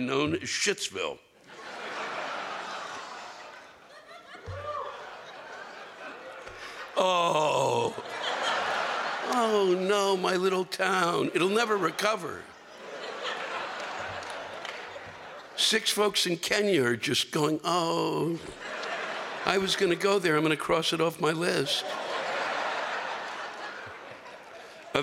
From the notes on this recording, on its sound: The live rants come from the Paramount Theater in Charlottesville, VA on February 28, 2020.